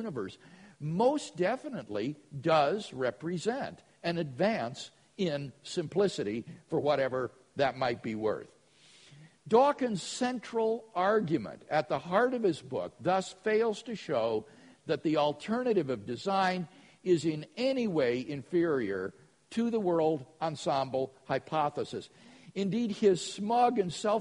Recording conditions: live audience